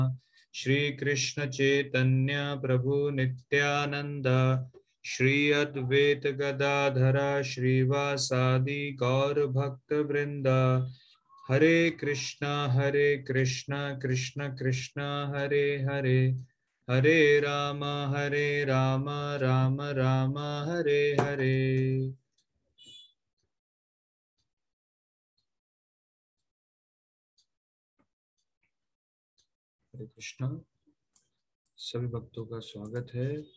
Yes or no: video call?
yes